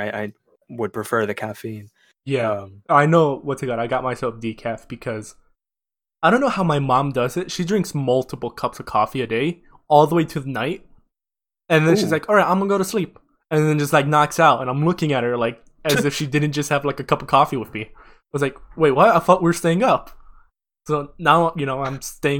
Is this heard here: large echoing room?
no